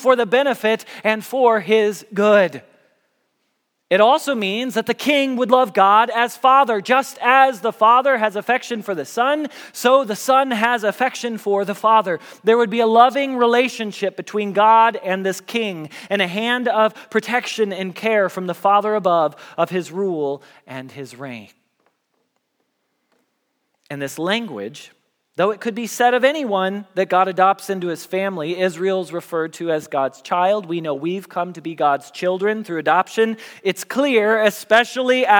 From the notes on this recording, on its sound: Message Preached at Valley Creek Church.